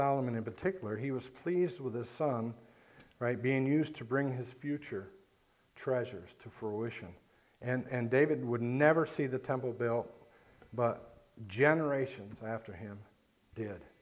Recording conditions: large echoing room